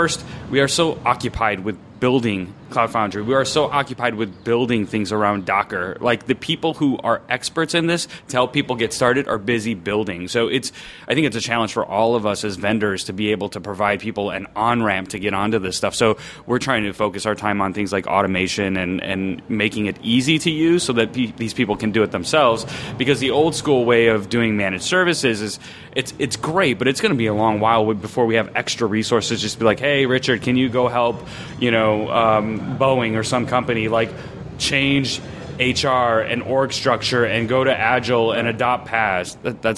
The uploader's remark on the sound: Live from Cloud Foundry Summit